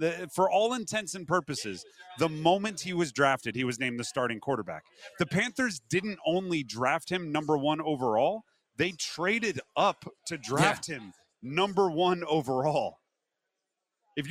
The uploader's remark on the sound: Is live in Charlotte for day two of the 2023 ACC Football Kickoff.